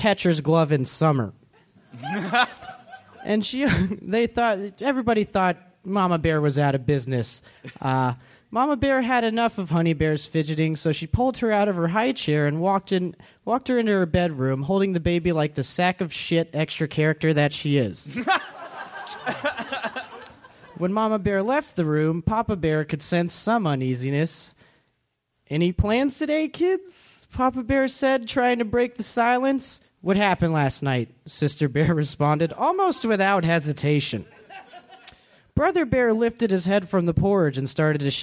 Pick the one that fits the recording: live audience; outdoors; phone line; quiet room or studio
live audience